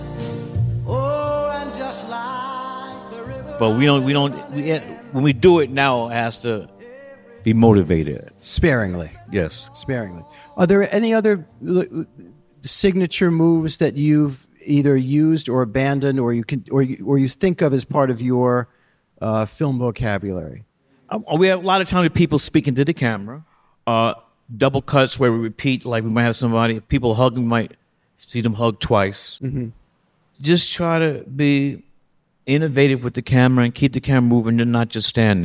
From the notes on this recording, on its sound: at the New Yorker Festival